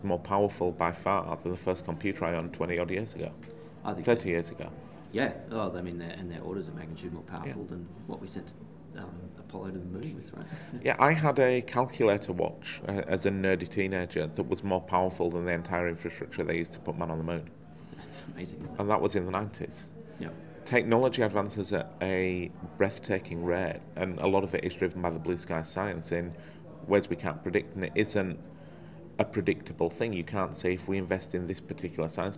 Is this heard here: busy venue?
yes